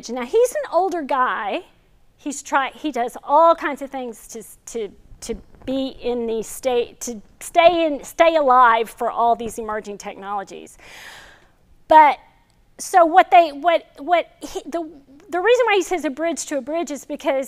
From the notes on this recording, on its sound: This video is from our 2021 Fall lecture series